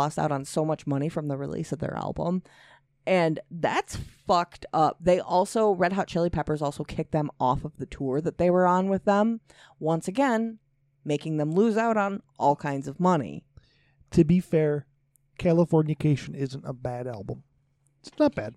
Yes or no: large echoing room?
no